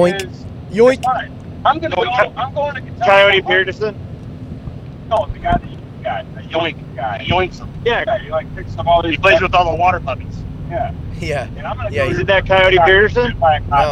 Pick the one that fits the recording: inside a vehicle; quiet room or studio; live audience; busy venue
inside a vehicle